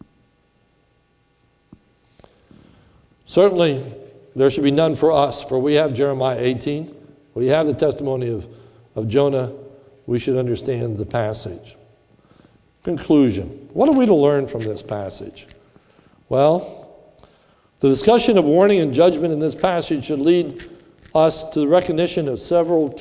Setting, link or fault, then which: setting, large echoing room